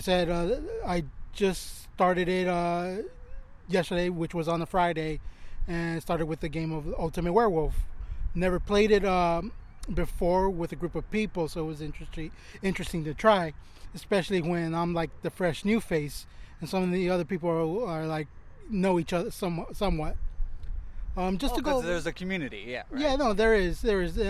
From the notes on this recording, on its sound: Recording in Park. We recorded this in a park in Long Beach to maintain social distracting.